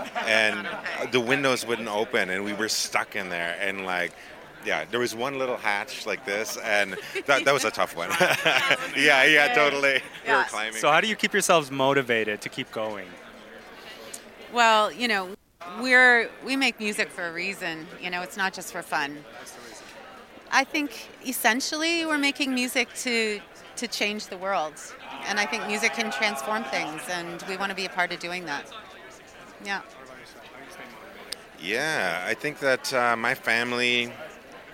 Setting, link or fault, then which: setting, busy venue